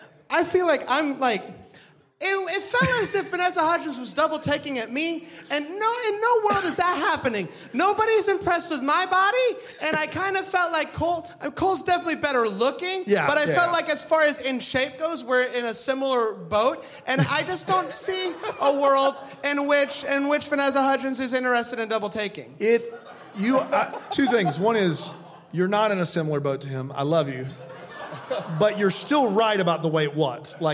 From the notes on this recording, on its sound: we recorded an episode LIVE at the ChristmasLand Experience in LA